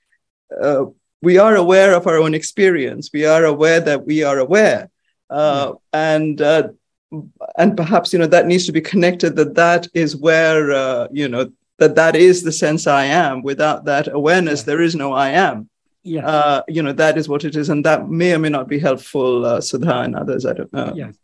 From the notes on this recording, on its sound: In a Zoom meeting of the ‘Ramana Maharshi Foundation UK’ on 20th August 2022. This second portion of the meeting is posted here as this episode.